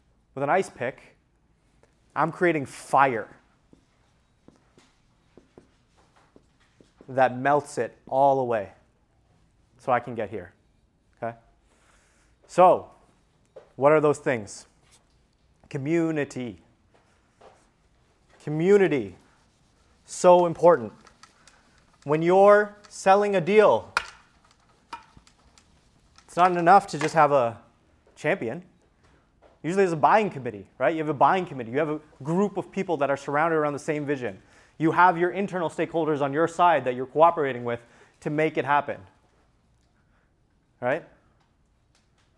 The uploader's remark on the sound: This episode is a recording of a workshop that I delivered at the Untap Your Sales Potential Mastermind. There are a few cuts throughout the episode in order to remove some of the long gaps during the activity portions.